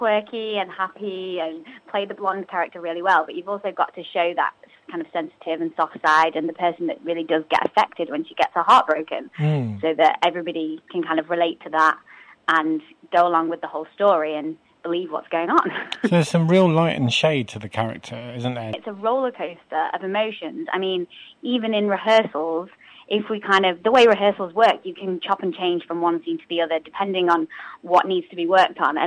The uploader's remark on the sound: is joined on the phone